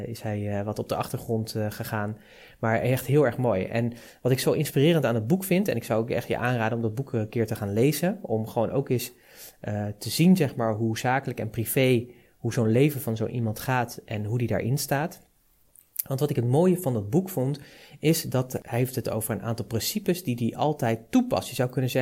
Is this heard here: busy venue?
no